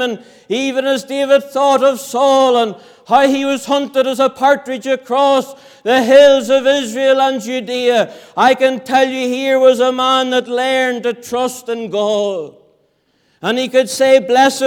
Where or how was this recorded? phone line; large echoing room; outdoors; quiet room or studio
large echoing room